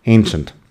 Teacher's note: La A al principio se alarga y luego la, la CI es como ch.